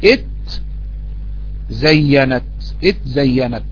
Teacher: التاء حرف همس والزاي حرف جهر ولا يتجاور مهموس مع مجهور. · Term: همس وجهر